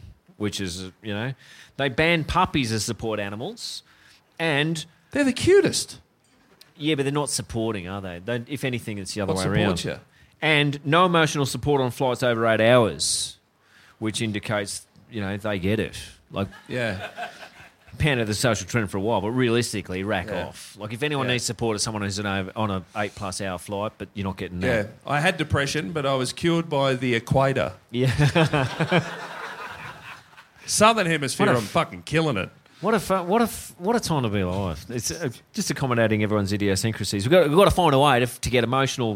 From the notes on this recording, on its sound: The boys are live in Sydney once again.